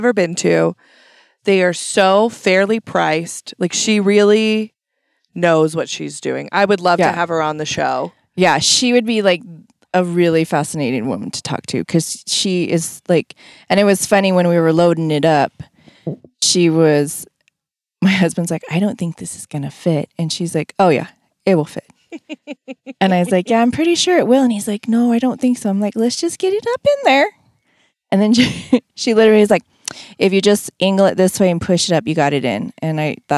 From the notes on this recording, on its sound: An episode that was recorded back in 2020 shortly after quarantine ended. They literally sat in the car, in a parking lot, and pinged off eachother for almost an hour.